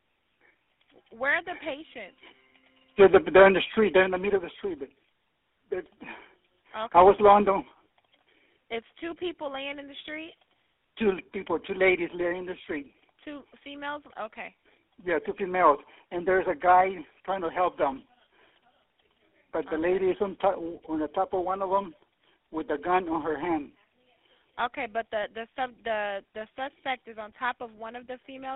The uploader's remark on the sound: Anonymous neighbor 911 call in Sheats case by BuzzFeed.